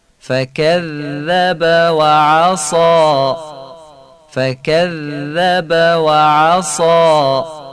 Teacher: ذال و نوک زبانی و ظریف تلفظ میکنیم، تشدید ذالم با مکس بر ذال بیان میکنیم. اینجا دقت کنید وقتی ذال رو با تشدید میخونیم نباید درشت بگید، ذال نوک زبانی نازکه ولی با مکس و کششه که تشدیدش بیان بشه.